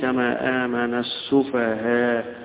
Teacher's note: الروم يعني بيظهر الحركة اللي هي الضمة على تسهيل آخرها